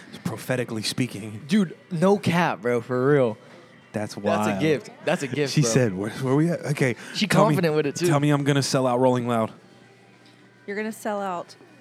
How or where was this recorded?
busy venue